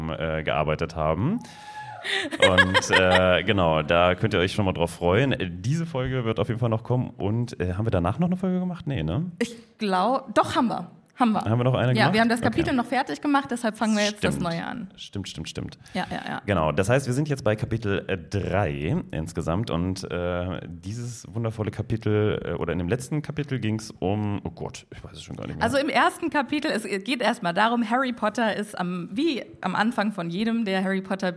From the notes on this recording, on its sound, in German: LIVE IN BERLIN. Das Berliner Indie Podcast-Festival "PodFest" hat uns die Bühne für eine Aufnahme freigegeben und ein Fest war es wirklich!